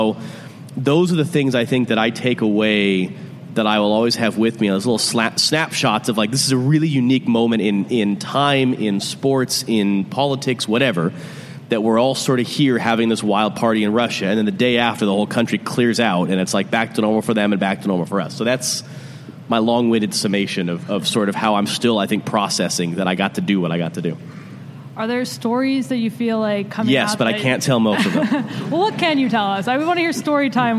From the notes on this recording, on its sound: at Civic Taproom in Portland